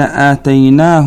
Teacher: الضمير في آتيناه لا يمد ولا يشبع، بينما المد والإشباع في هاء ربه يمد بمقدار حركتين كالمد الطبيعي.